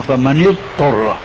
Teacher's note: فكأنهم أدغموا الضاد بالطاء، بينما الضاد حرف رخو والطاء حرف استعلاء، فأدغموا الضاد الرخوة بالطاء، هذا خطأ فاحش.